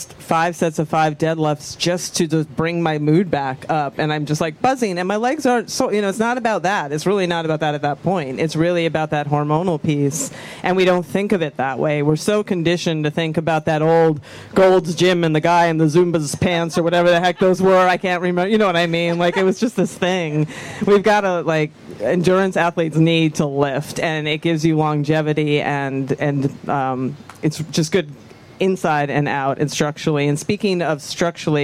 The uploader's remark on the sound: Live from VinFast Ironman World Championship